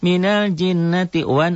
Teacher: Dibaca dobel, dengung ke hidung, ditahan. Satu alif sampai satu alif setengah. · Term: gunnah